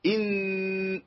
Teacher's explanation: إن نون برضو عليها شدة، يبقى برضو راكب ايه؟ غنى من الأنف